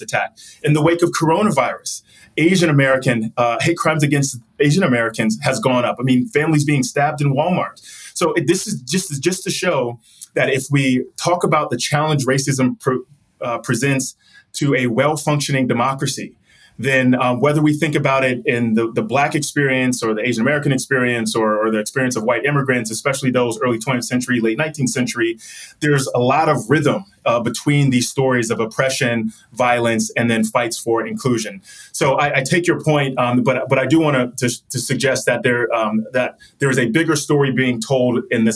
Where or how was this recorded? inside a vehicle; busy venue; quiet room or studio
quiet room or studio